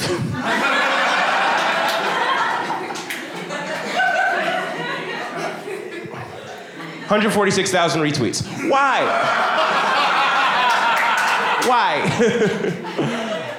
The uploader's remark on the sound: OK was recorded at Relapse Theatre in Atlanta, GA.